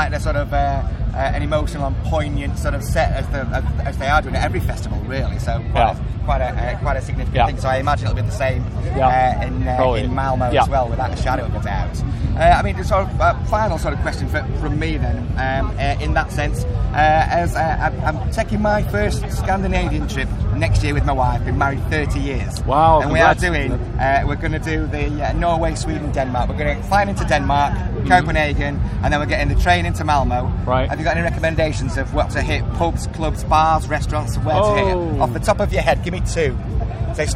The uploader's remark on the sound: TURS at Bloodstock 2022